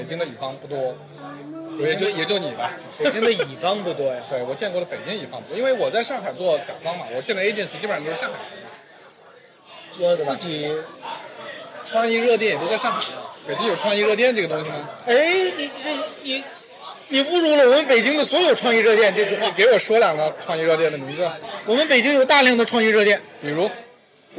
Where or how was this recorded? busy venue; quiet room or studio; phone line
busy venue